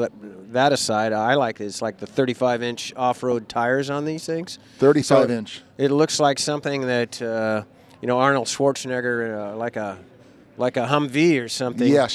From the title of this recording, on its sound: Live at the LA Auto Show